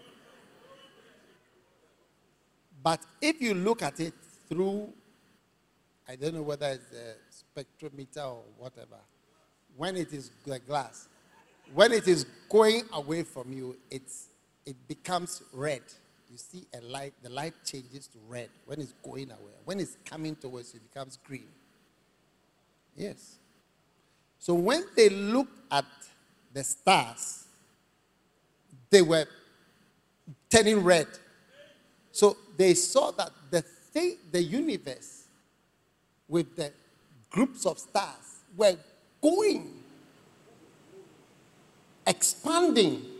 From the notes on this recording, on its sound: Preached at the First Love Experience Service.